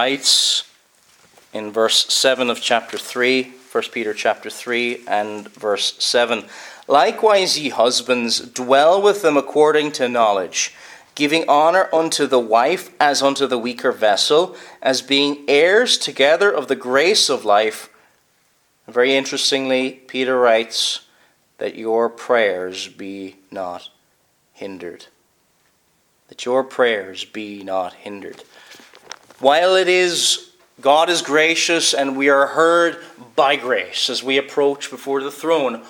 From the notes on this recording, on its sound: Preached at Kilmuir - Stenscholl -Staffin- Free Church -Continuing